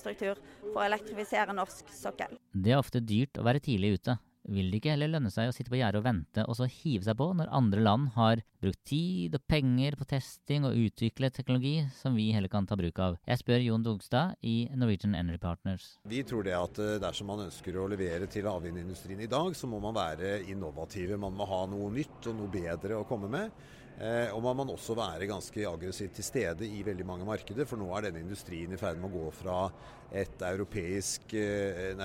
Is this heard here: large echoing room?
no